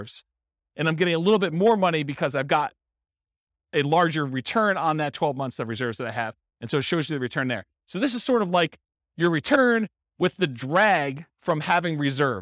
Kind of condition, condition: setting, live audience